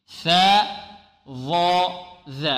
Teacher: الثلاثة تخرج من مخرج واحد وهو طرف اللسان مع أطراف الثنايا العليا أو أطراف الثنيتين العليين